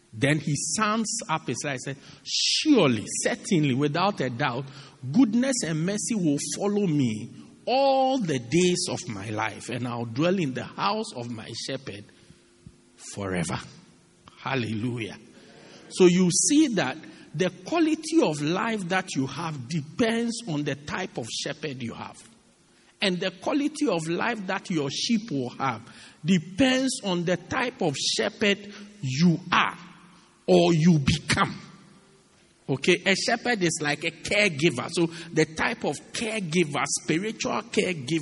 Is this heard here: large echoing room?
yes